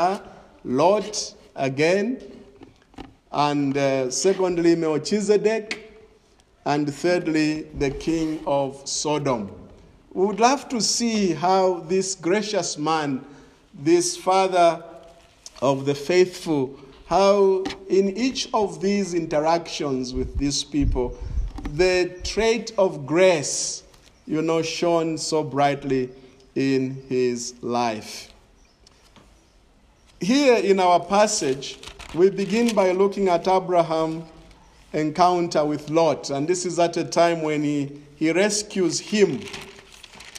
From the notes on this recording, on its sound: This is a sermon preached in the evening of September 5, 2021 at Crossway Baptist Church